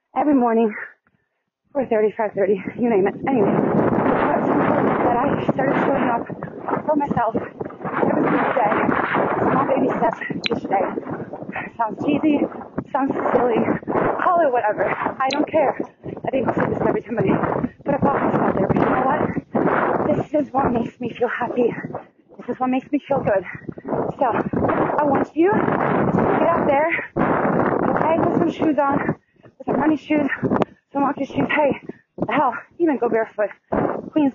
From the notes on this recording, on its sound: It HAD started as a walk, & then turned into a glorious run down the beautiful Watson’s Bay on Lizard Island. I do want to apologize for sounding so wind-disturbed and pacing breathless up and down these hills and walking tracks to and from the Bay. Do forgive me if you struggle to hear my voice through bits and pieces of this short segment, as I caught some crazy wind.